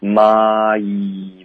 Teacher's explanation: 这个 n 的音是舌尖顶上颚的，所以连起来发就是 mind。